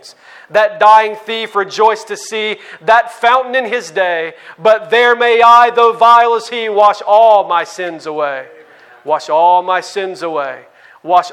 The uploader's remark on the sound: At the Founders “The Gospel and Justice“ National conference in Louisville, Kentucky.